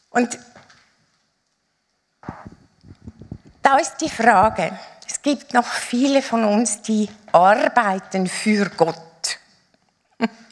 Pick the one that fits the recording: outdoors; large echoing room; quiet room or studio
large echoing room